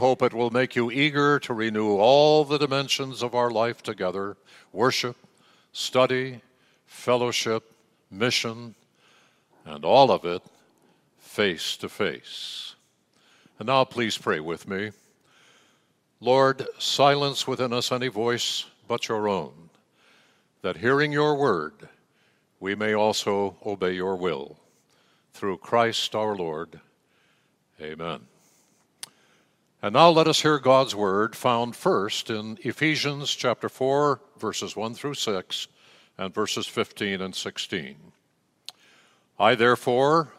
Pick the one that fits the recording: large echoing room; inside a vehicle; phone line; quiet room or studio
large echoing room